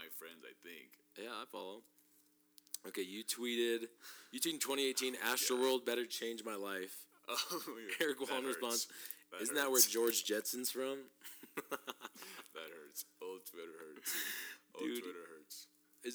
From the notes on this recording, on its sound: Apologies for the sound volume !